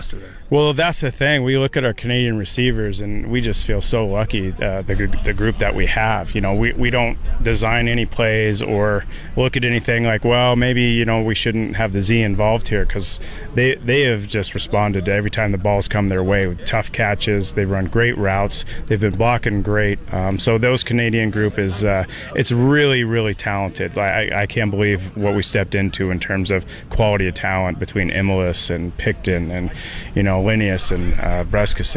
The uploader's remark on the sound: LIVE from Saskatoon #Riders Training Camp.